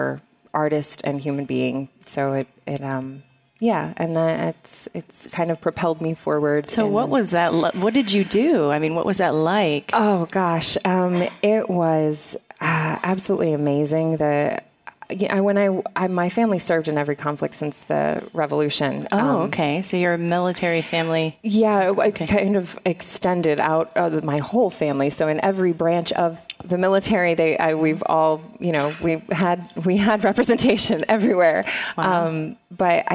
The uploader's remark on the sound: Live From Digital HollyWood. VoiceAmerica Live on Day 2 of our broadcasts from the Spring Digital Hollywood event with special guests and hosts on site in LA.